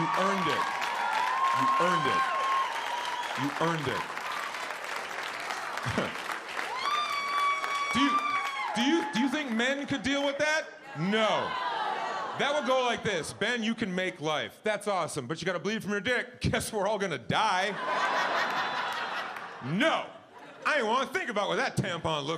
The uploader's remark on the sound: Gotham Comedy Live